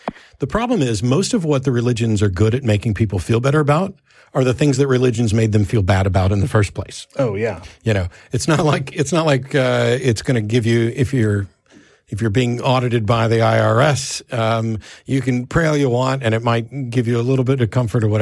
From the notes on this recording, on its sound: The Atheist Experience is a weekly call-in show from Austin, Texas intended for a theist and atheist audience. AXP streams live every Sunday.